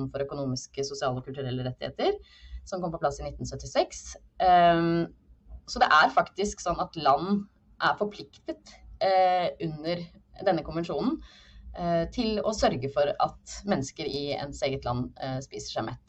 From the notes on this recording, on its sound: Live Zoom.